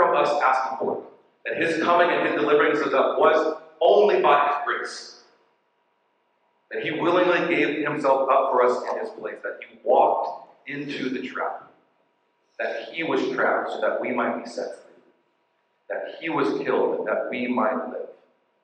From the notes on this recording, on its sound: We apologize for the less than standard audio quality as we had to use our backup recording because of technical difficulties.